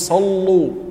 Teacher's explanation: ورش يقول صلوا بتغليظ اللام ص. اللسان يلتصق مع الحنك العلوي ص ولو من جهته الأمامية فقط.